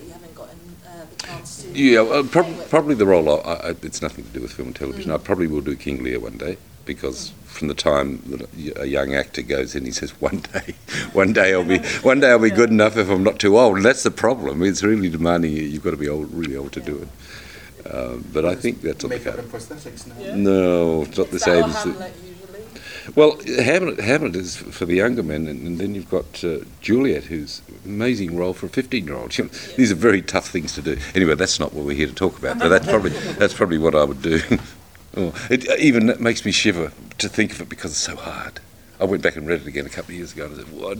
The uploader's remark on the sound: recorded at this year's MCM London Comic Con